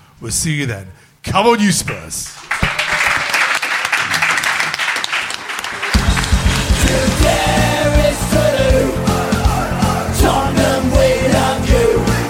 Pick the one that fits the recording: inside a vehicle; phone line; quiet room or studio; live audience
live audience